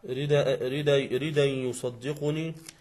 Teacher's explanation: بنقل حركة الهمز إلى الدال